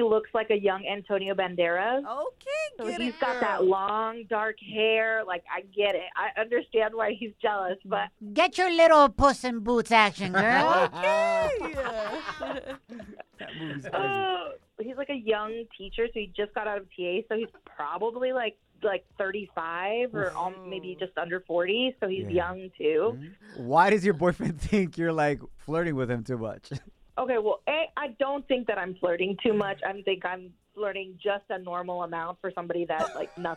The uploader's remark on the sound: Our listener called in wondering if she should forgive her husband. Our listener called in the "Toxica Hotline".